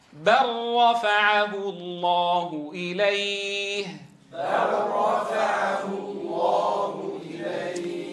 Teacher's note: إذن اللام تدغم إدغاما كاملا في الراء.